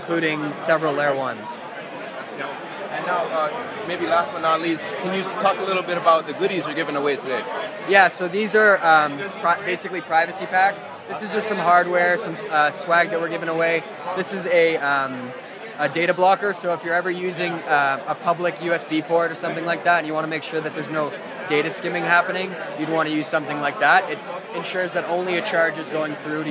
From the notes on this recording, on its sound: This episode is an interview captured from The Blockchain Futurist 2022 Conference in Toronto.